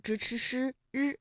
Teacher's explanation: 就是由舌尖向上翘起和硬腭的前部相接触，气流受到阻碍形成的一种辅音 · Term: 翘舌音